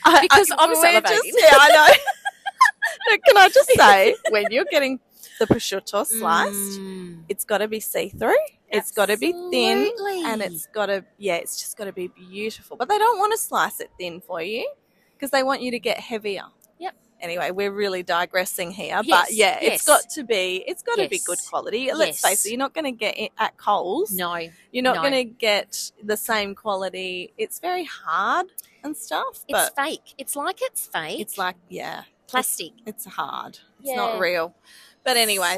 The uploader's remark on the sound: Today we are coming live from the beautiful foyer at Crown Perth! We have met up for lunch and decided we would sit down and have a chat.